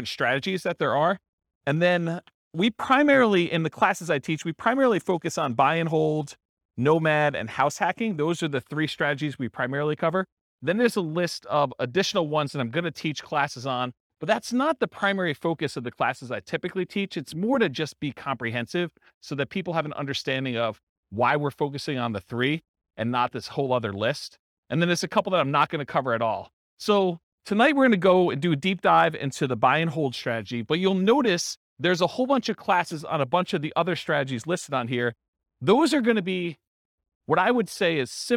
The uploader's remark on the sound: This was a live class recorded